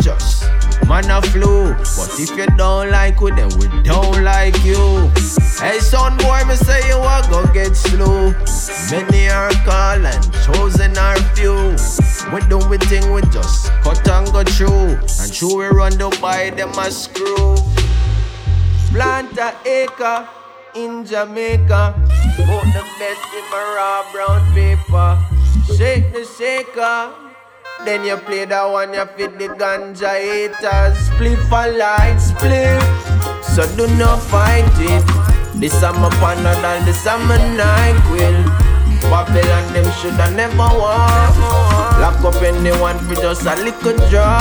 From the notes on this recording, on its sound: RECORDED SET FROM RESIDENCY AT MISS LILY'S DUBAI